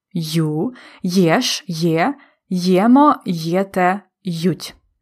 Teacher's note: we need to add y sound, which turns е to є, and у to ю